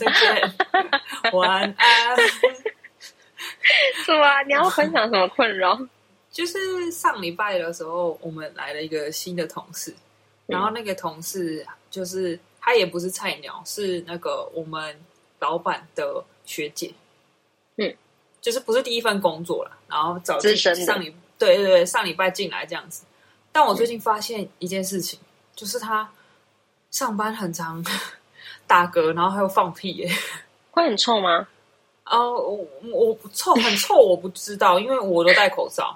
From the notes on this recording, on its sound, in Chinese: 這集我嘗試用新耳機錄音沒想到音質反而比較雜，請大家稍微忍耐一集。